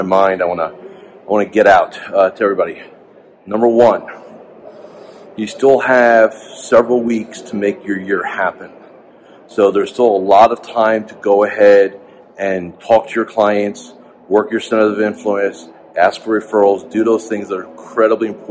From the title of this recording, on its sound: Live From The Fearless Investing Summit